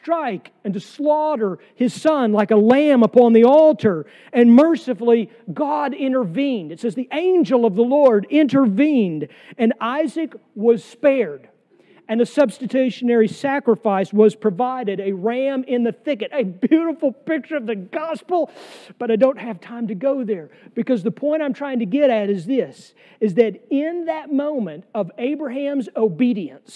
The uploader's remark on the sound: sermon from our worship service on July 2, 2023